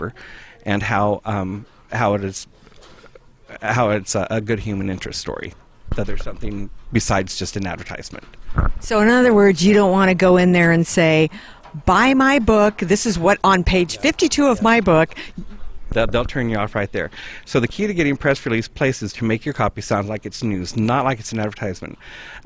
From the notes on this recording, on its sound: a lively discussion from the Write to Publish Conference on the campus of Wheaton Bible College in the Chicago area